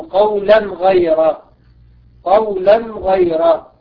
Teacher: هنا أظهرنا التنوين لوقوع حرف الغين بعدها · Term: الإظهار